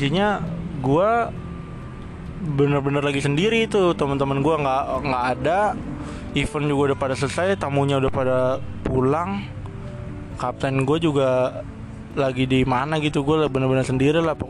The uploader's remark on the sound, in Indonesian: Gudang hotel. Enjoyy nihh suara napas kedekatan sama suara knalpot motor wkwkwk, minggu depan gue beli mic.